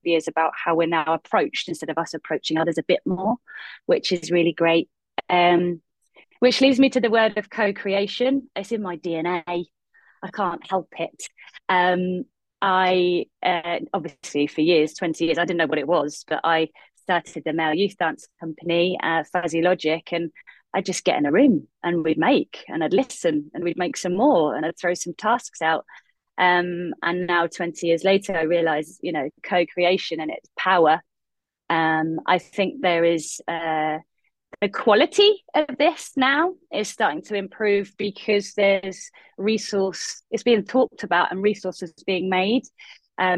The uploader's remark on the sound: In this online conversation with voices from England, Scotland, Northern Ireland and Wales, hosted by an artist returning to live in England after two decades living in Germany.